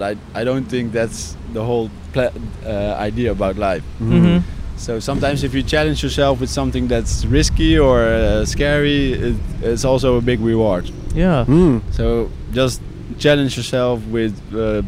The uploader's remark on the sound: We finally left the states to record our first International episode in Honolulu! On Waikiki Beach in Honolulu, Hawaii.